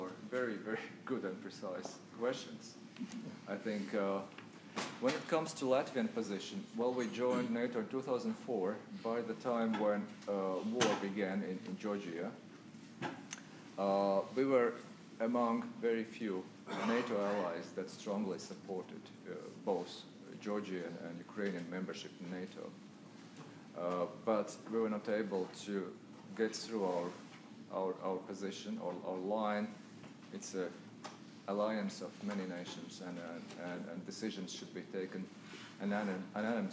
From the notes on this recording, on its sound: at the University of Washington on April 23, 2015